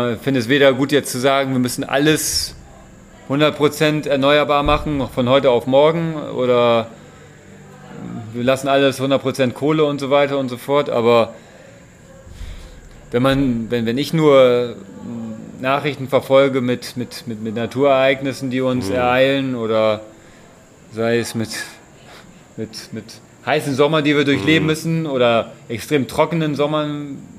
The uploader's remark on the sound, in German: Live aus China. Unser neues Format "Hydrogen Bar Live" stellt persönliche Zwiegespräche von Angesicht zu Angesicht in den Vordergrund - live und ungeschnitten. Im gemeinsamen Urlaub am südchinesischen Meer.